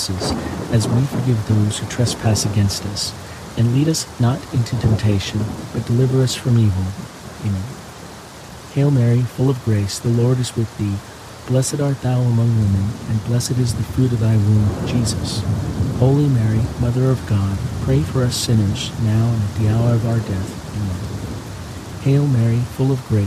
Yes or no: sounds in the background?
yes